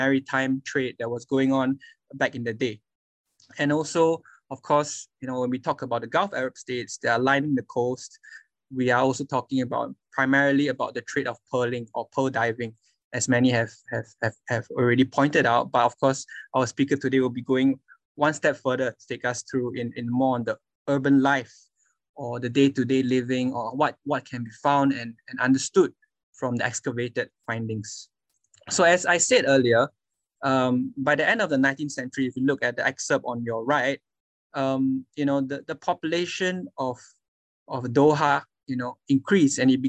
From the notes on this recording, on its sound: This public talk was conducted online via Zoom on Friday, 21 January 2022, from 2.00 pm to 3.00 pm (SGT).